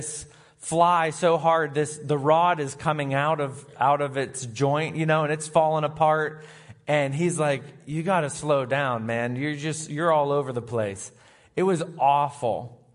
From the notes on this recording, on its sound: Recorded live on Sunday, October 23, 2022